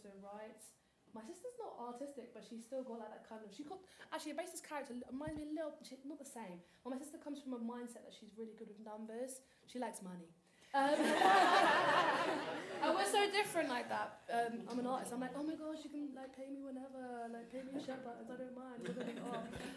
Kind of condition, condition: setting, live audience